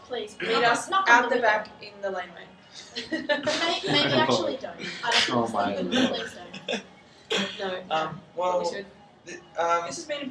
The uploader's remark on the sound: LIVE from Melbourne Central